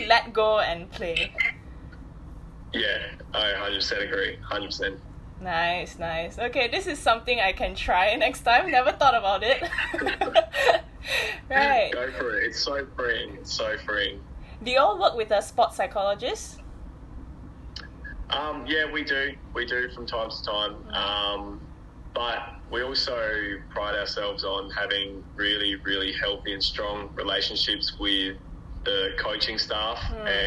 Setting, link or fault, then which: fault, poor sound quality